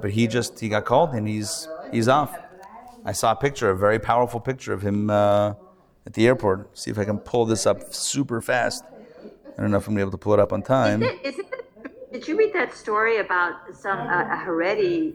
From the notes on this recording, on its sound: Recorded Live at The Torah Center ATL on Thursday, October 12, 2023